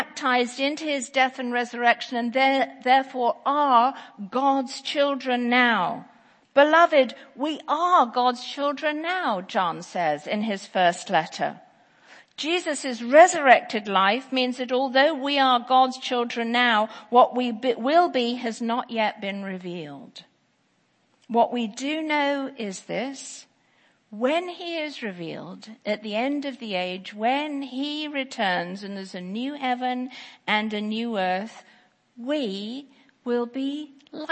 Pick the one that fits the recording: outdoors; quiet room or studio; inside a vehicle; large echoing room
large echoing room